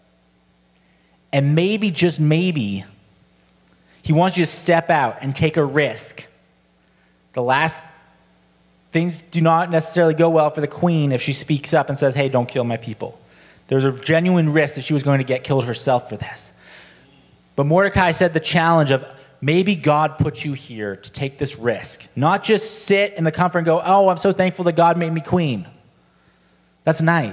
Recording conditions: large echoing room